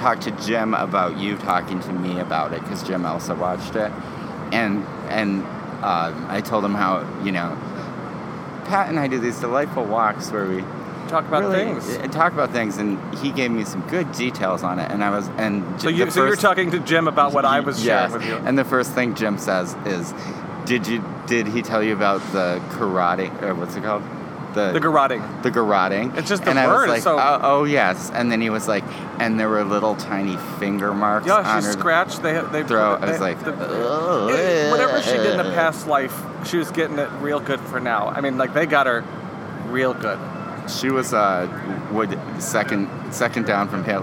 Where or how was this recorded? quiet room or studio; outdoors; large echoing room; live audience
outdoors